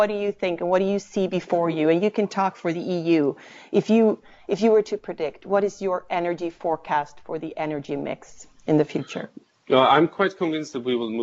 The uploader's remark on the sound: through skype